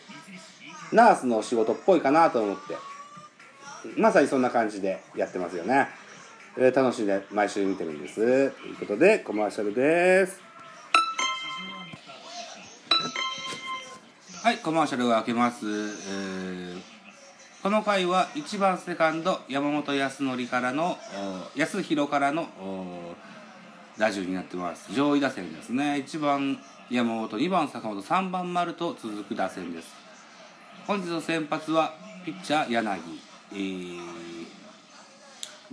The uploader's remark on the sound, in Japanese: ナゴヤドーム。Radiotalk。IPad収録版。